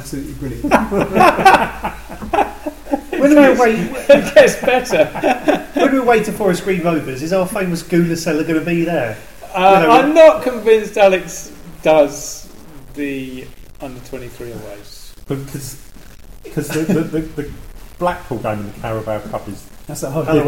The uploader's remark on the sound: apologies for the background noise which is due to an issue with our recording equipment.